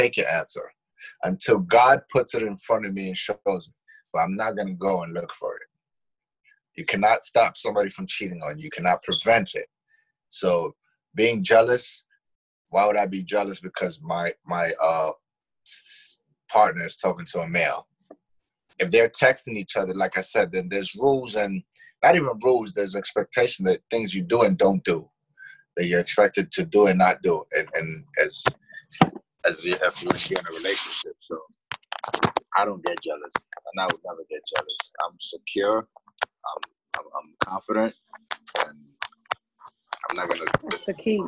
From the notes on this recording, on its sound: sorry we have been having a few technical difficulties due to this new way of recording our podcast